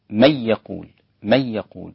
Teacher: خلف عن حمزة لم يدغم مع الغنة، إنما أدغم دون غنة